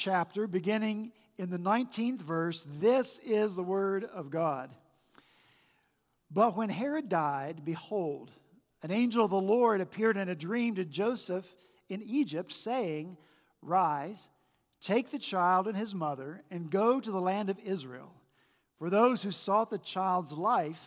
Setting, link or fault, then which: setting, large echoing room